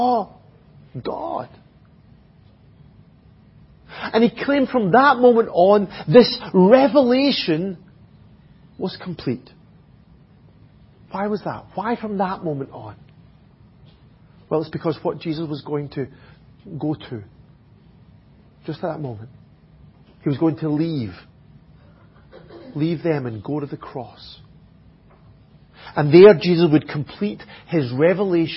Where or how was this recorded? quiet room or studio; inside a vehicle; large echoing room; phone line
large echoing room